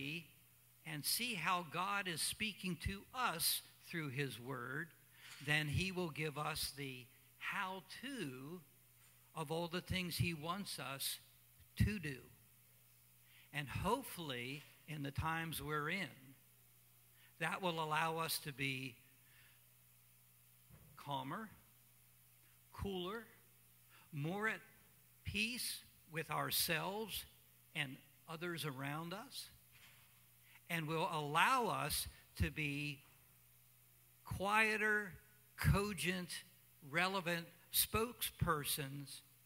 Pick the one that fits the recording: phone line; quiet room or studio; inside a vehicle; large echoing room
large echoing room